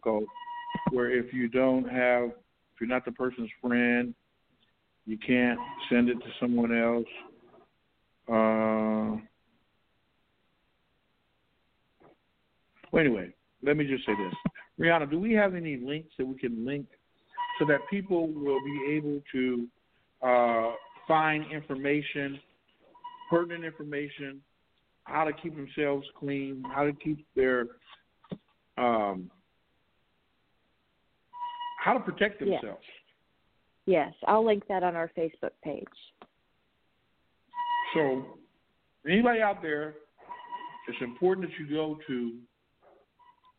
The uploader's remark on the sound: Tonight Live from California Lock Down. Live-callers.